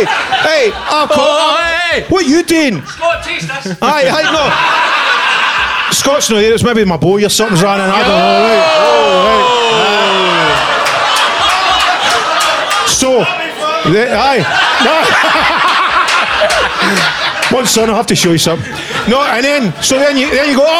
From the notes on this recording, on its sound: Was recorded live at The Classic Grand, Glasgow. Record the very first LIVE episode in front of 100 hero's.